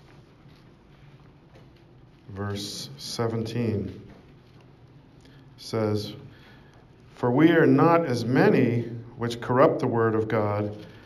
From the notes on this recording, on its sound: Preached at St Georges Manor, Toronto, Canada